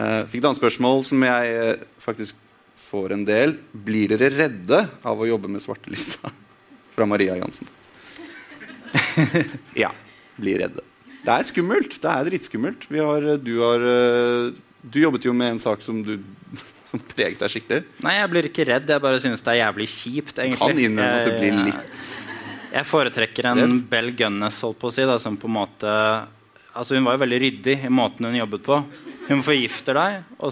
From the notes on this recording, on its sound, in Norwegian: Live på Oslo Podfest 2019. Opptrer live fra Oslo Podfest 2019 på Blå.